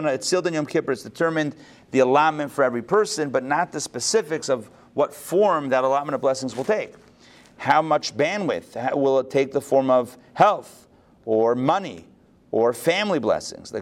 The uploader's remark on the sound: Recorded live at the Intown Jewish Academy on May 15, 2022